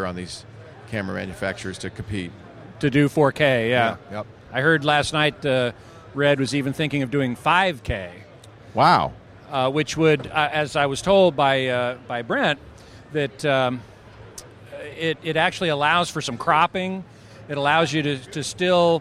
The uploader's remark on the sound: Live from NAB